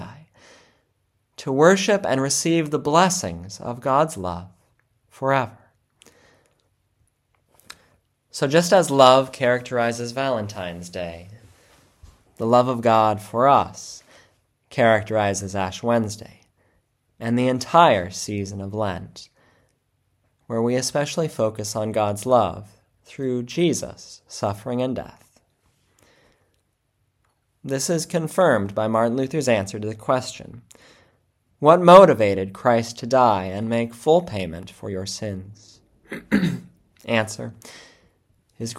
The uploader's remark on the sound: February 14, 2024 Church Service – Ash Wednesday